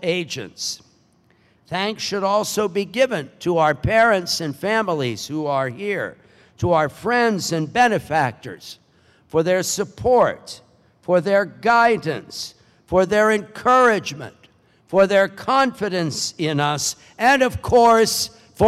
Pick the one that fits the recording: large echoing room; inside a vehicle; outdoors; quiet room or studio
large echoing room